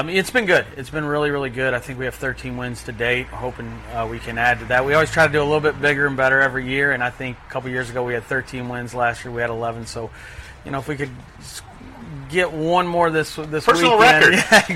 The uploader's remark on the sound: live from Saratoga Race Course